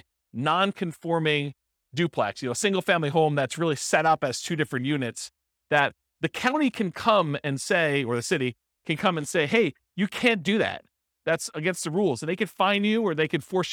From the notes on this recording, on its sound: This was a live class recorded